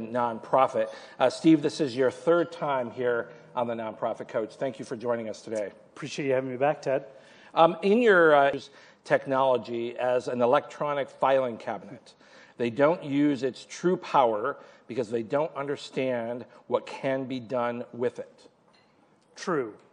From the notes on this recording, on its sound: Nonprofit Coach LIVE at Digital Leap 2019. Held LIVE during the 10th Anniversary Digital Leap Conference in Toronto.